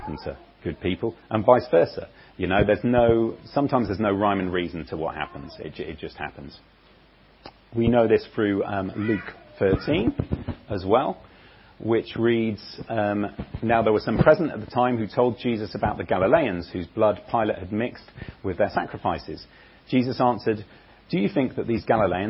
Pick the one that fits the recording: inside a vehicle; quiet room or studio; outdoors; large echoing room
large echoing room